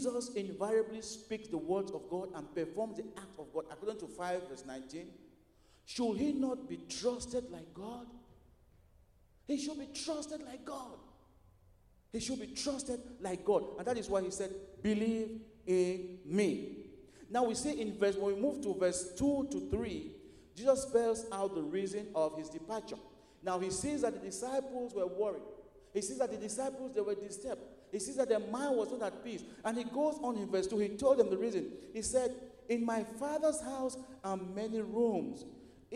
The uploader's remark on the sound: at Broadway Baptist Church, Lexington, Kentucky